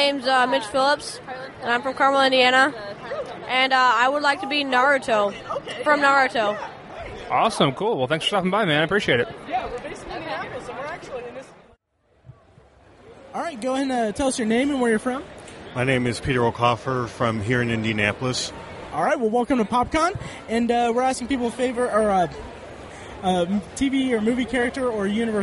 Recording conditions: busy venue